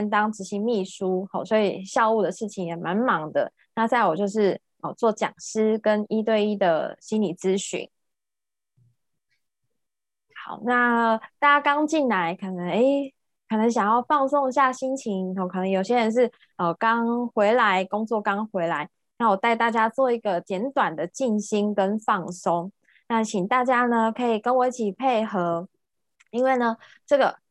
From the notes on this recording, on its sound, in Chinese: 聊聊好心芹ZOOM線上公益講座。